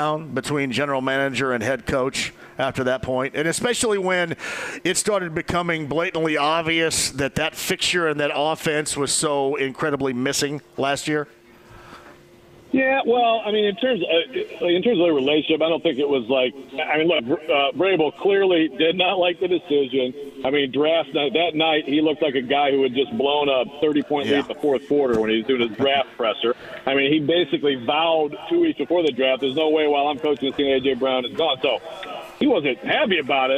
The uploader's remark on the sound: Live From Union Jack Pub in Broad Ripple!